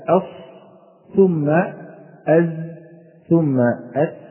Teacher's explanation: تلاحظ هبوط منحنى درجة الصفير رويدا رويدا. إذن أقوى الدرجات في الصاد ثم الزاي ثم السين.